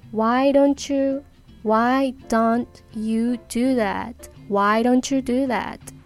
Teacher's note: T が最後に来るワードが Y が最初に来るワードとくっつくとチャチャっていう音になって